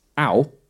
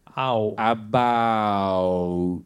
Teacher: it's two sounds, right? It's ah, and then ooh.